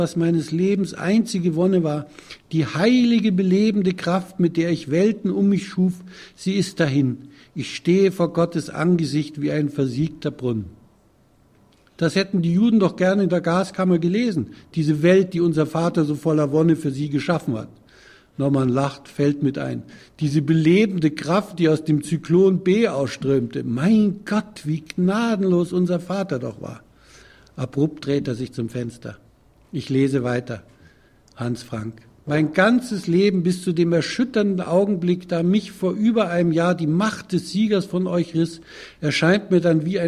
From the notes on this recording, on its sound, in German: Lesung und Publikumsgespräch. Die Veranstaltung im Potsdamer Freiland wurde am 27.Mai 2013 im Freien Radio Potsdam live übertragen.